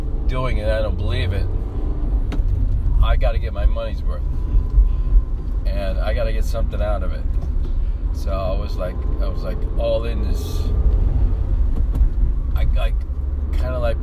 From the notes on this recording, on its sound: Talking while driving